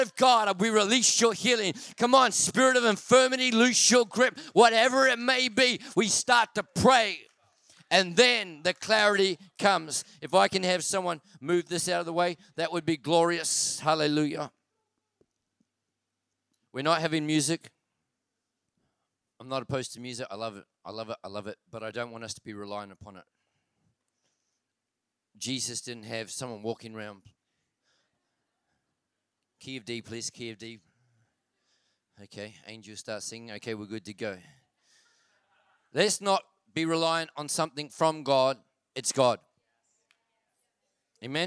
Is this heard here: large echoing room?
yes